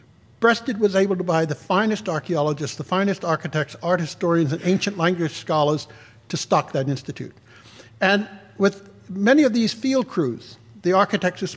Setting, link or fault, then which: setting, large echoing room